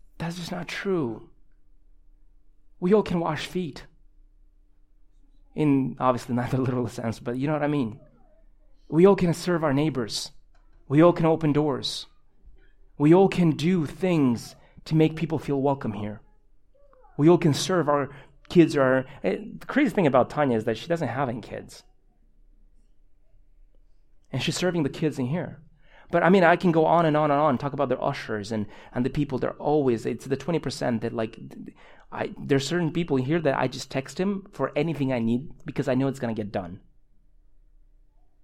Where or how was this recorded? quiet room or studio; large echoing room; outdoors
large echoing room